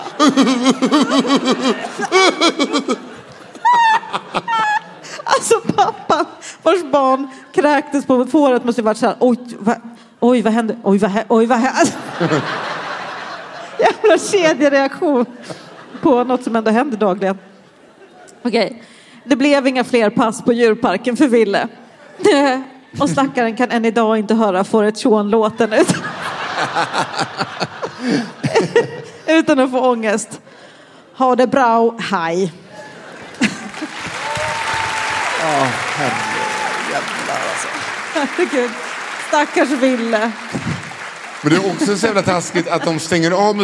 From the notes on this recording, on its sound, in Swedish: Live på Draken – Lördagen.